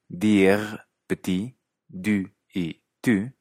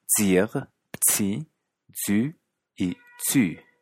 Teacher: Cuando a las consonantes D y T le sigue un sonido de I o de U, suenan como si tuviera una S o una Z después. · Shown in: second take